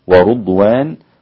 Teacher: ورضوان هنا انفرد الإمام شعبة بضم الراء دونا عن سائر القراء